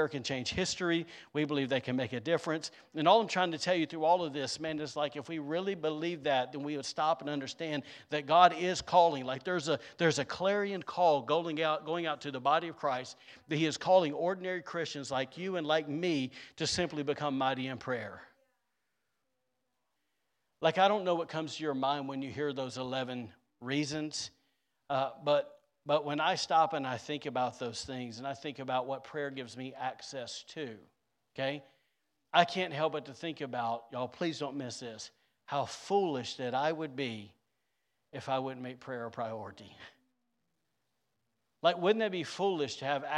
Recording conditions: large echoing room